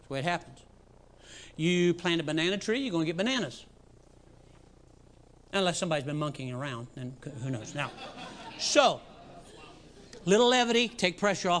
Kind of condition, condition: setting, large echoing room